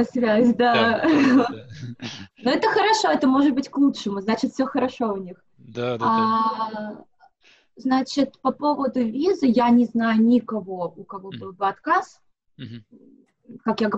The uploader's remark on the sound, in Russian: поговорили с ней по Зуму